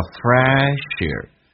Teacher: 那个 sh 跟 air 的 a 形成个连音叫 fresh air